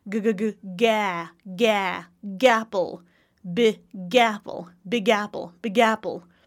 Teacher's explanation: But if I go from big g g g g g to a apple, that's a chance to link those words.